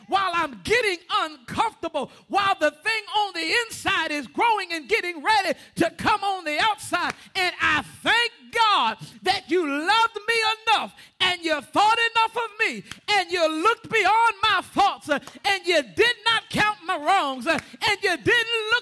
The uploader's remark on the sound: Broadcast Ministry of First Antioch Baptist Church